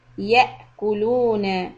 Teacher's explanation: The hamza has a sukun. We do a little hiccup.